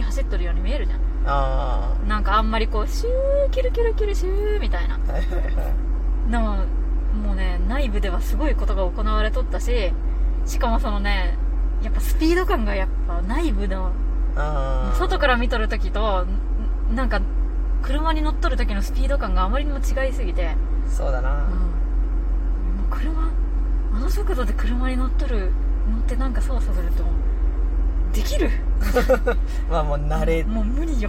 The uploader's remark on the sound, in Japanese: 冷房をかけた車内で録ってるので雑音あります。